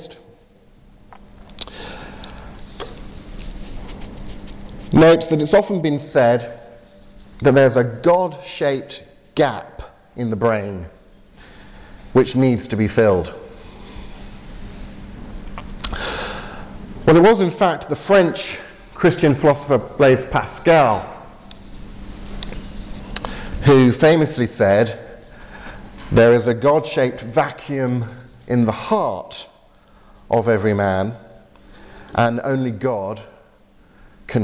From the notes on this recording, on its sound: delivered at Portrush Presbyterian Church in Northern Ireland